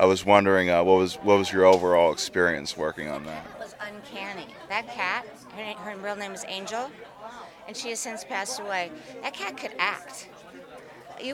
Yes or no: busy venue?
yes